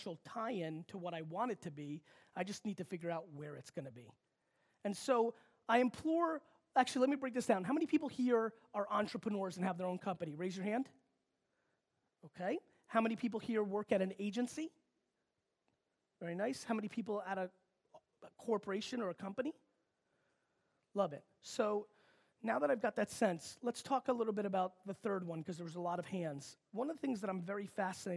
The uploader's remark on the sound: This episode is a keynote that I gave in Romania back in 2017 at the brand minds conference.